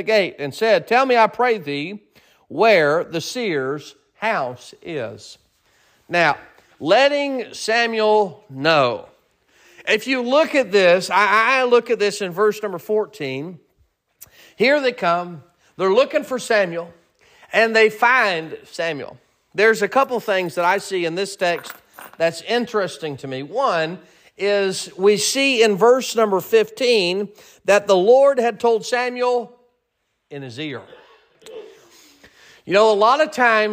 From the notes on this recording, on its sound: Sermon preached at Mid County Baptist Church